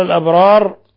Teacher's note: الوقف على الراء بالتفخيم، وتعامل معاملة العارض للسكون.